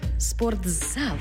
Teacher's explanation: У слові «спортзал» звук «т» переходить у звук «з».